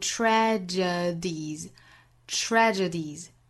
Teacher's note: 尤其第一个音节里面的 tra, tra 的这个辅音连缀，要注意发出 tra, r, r 这个小音